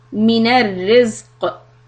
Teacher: Stopped with a qalqala on qaf.